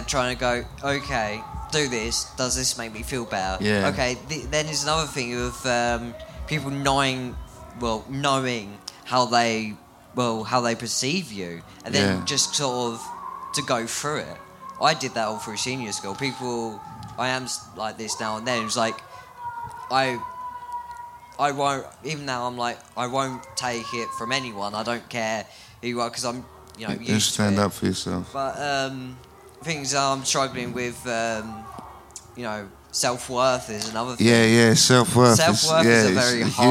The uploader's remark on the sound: This week we have our live episode recorded at Camp Bestival!